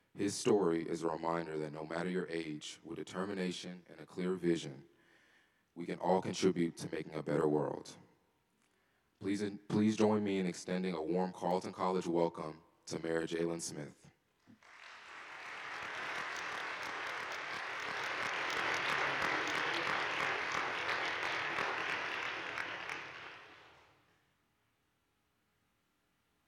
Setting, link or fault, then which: setting, large echoing room